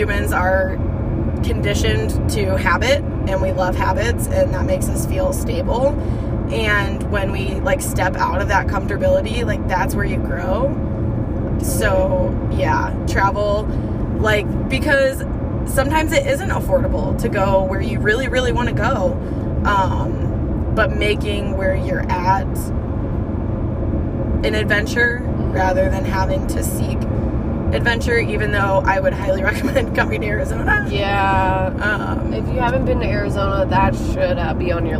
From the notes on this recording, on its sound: In the car, on our way back to the Phoenix Airport.